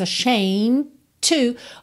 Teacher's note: Olha que interessante, a palavra ashamed, o E não é pronunciado, então você teria só esse Dzinho, né, ashamed, só um Dzinho leve depois do M, mas o M, eu já fechei ali, né, os lábios, ashamed to, ou seja, quando eu iria fazer o D, eu já parto pro T de to, porque T e D são feitos no mesmo lugar